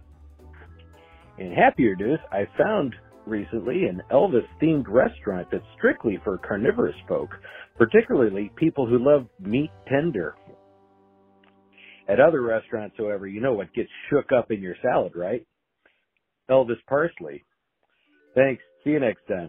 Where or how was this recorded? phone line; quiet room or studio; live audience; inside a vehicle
phone line